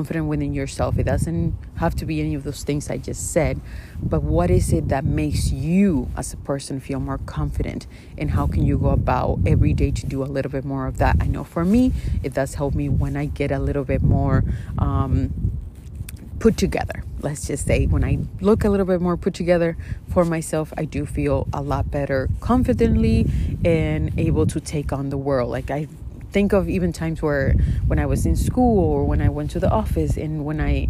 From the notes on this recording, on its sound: In today’s episode you will hear some lovely wind as I’m out by the water while recording.